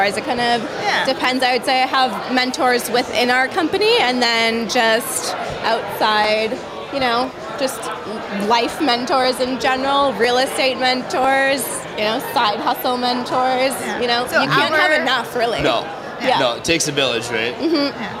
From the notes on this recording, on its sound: Live at The 7th Annual NCSG & Blackfish Enterprises Networking Event at The 2023 Calgary Stampede.